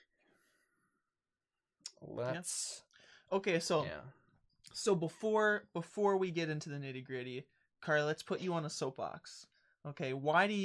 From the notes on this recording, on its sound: The audio is a little messed up on this one. Been having some problems with the microphones recently, and the backup recordings we always make ended up not working this time, and so we had to use the audio from the original stream.